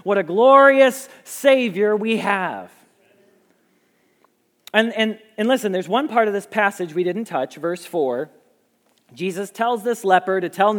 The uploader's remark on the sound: Message Preached at Valley Creek Church